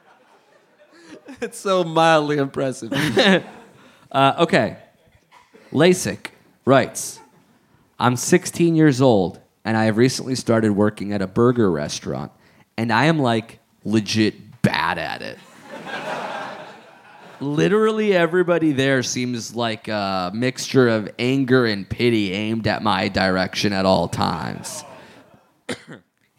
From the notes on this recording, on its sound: Live in London! Live at the Leicester Square Theatre in London!